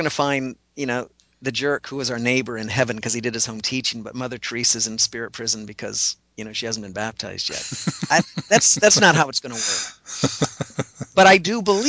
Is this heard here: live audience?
no